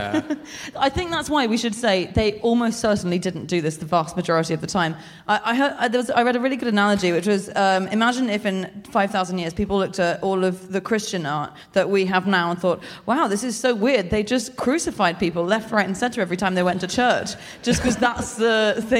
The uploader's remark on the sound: Live (partly at least) from the Wellington Opera House